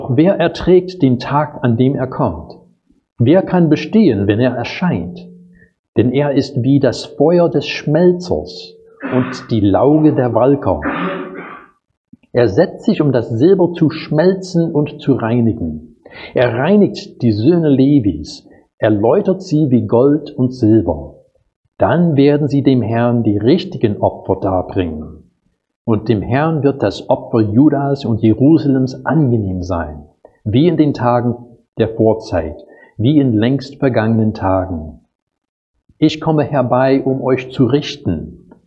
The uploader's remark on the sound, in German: Predigt aus dem Gottesdienst